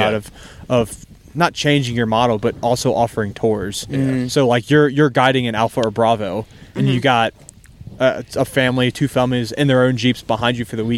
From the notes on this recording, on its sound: We recorded this podcast from a campsite at 4100 ft elevation very close to Reddish Knob.